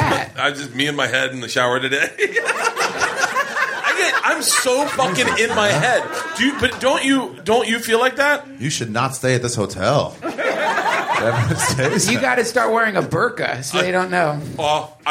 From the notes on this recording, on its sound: Live from the Just For Laughs Comedy Festival in Montreal. Sit down with me infront of a live audience.